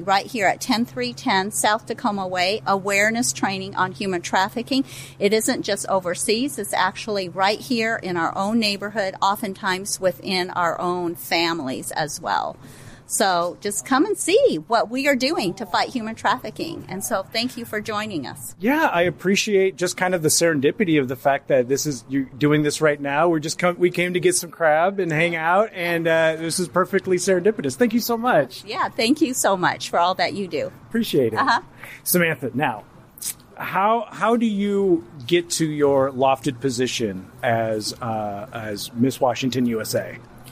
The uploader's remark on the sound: They recorded this episode during the first annual GCP Putt Stuff at Parkland Putters.